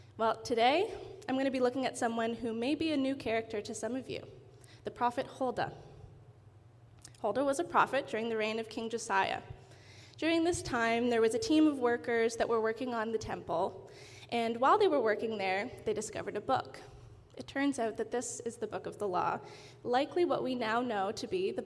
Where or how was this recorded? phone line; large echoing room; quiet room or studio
large echoing room